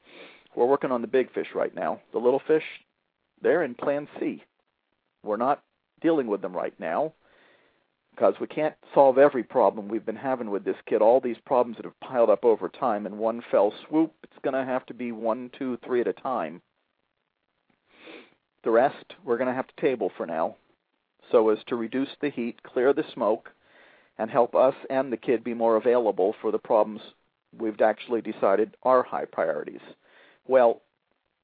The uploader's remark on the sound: a father who called